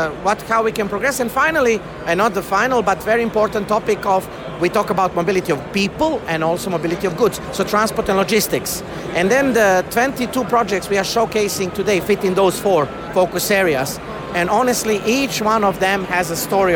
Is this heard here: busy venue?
yes